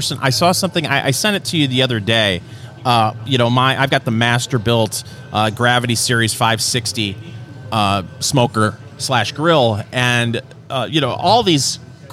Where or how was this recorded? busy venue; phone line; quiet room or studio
busy venue